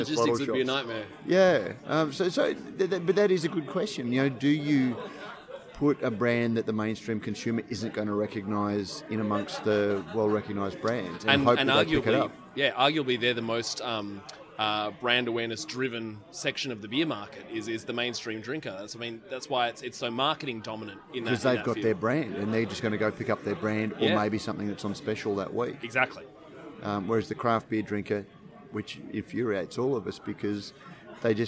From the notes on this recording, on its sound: a special edition of Radio Brews News, live from the West Australian Brewers Association Craft Brewers Conference